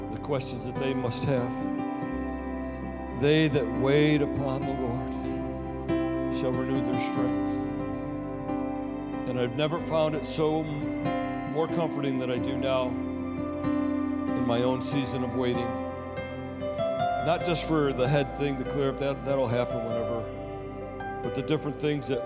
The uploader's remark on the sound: Sunday Service Recording